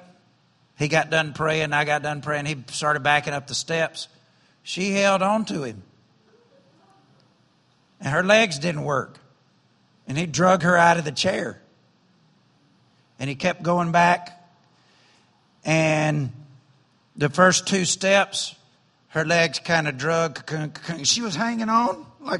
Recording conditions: large echoing room